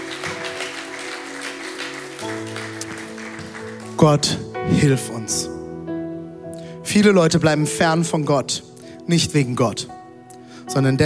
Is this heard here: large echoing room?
yes